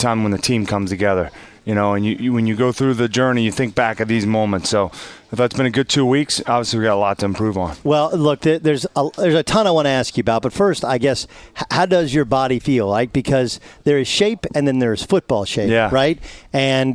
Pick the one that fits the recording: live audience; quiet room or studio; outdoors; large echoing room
outdoors